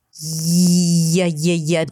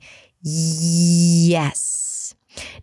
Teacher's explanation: the back of the tongue, or the body of the tongue actually, moves up and almost touches the upper palate in a way that makes you feel all these tingly vibrations. · Term: beginning sound